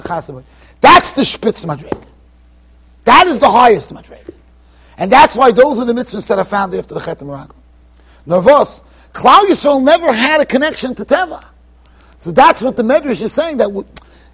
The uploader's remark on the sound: Shiur recorded in Yeshivas Ohr Reuven, Monsey NY.